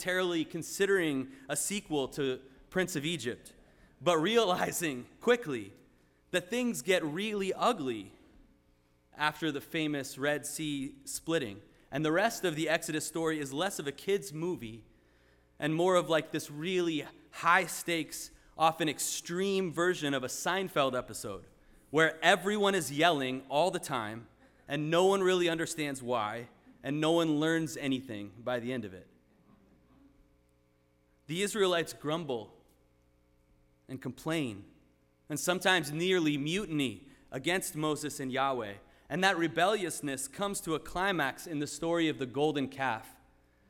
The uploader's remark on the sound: Sermon preached at RCHP on October 22, 2023.